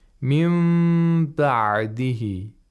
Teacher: We have iqlab of nun sakina here. The nun sakina should be pronounced like a meme which has ikhfa. · And the ayn has to be pronounced with tawassut.